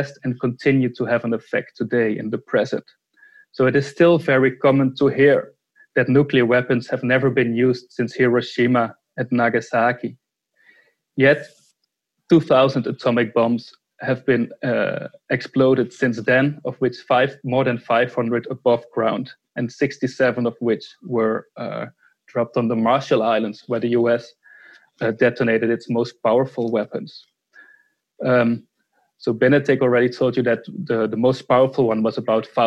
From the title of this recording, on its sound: Webinar